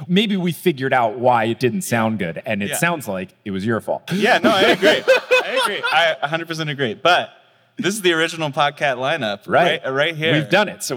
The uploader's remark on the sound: From Phoenix, AZ on 5/18/22, it's Potterless live!